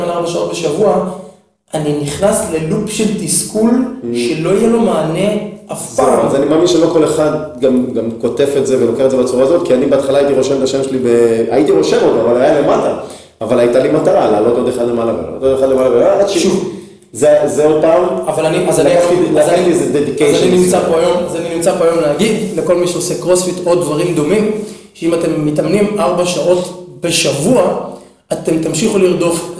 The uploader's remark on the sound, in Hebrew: הפרק הראשון סובל מחבלי לידה, הד קל בהקלטה.